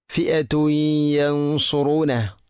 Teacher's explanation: നൂന് സാക്കിനയ്ക്ക് ശേഷം സ്വാദ് ഇഖ്ഫാഉൻ ബിഗുന്ന നൂനിനെ അവ്യക്തമാക്കി മണിക്കണം. ഫിഅതുൻ യൻസുറുന അവിടെ യൻസു സ്വാദാണ്, സീനല്ല.